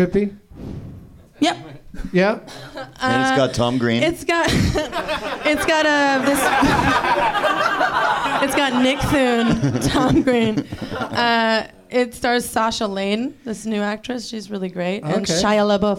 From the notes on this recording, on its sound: Live from the NerdMelt Showroom in LA